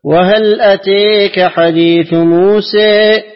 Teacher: نعطف حمزة بالإمالة في أتاك وفي موسى